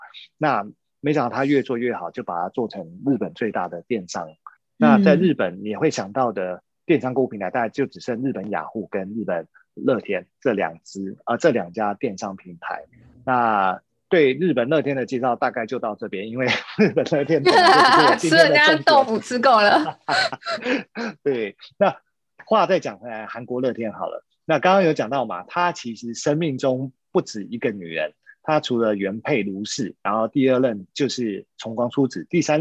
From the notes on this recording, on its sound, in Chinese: 因為這一集是採遠端錄音，所以收音品質與平常節目聲音明顯有差異喔～